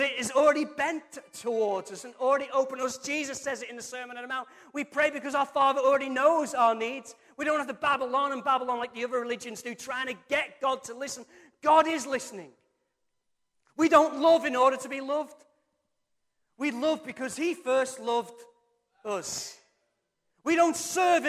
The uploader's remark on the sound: Recorded from our Sunday morning service 02-07-23